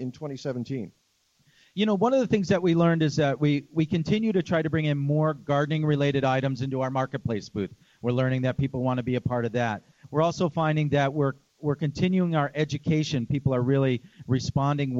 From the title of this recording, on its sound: LIVE from the Chicago Flower & Garden Show